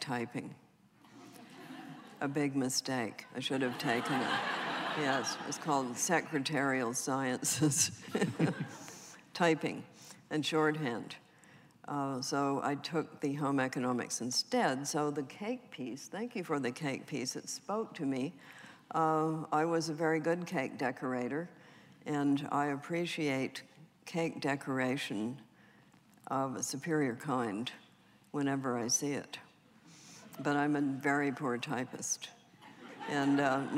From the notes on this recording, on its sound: recorded December 3, 2014 in front of a live audience at New York's 92nd Street Y